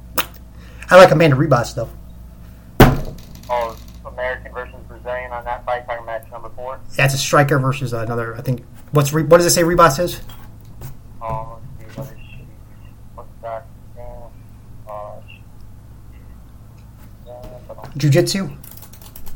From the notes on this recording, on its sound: The Audio will get fixed hopefully soon